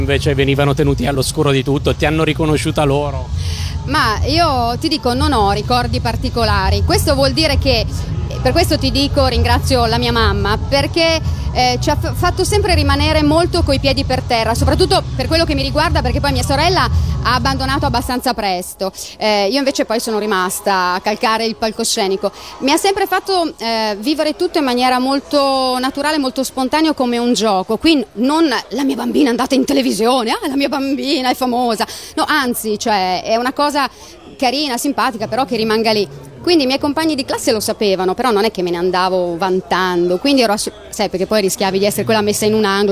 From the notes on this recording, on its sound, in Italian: Direttamente da Lucca Comics & Games 2011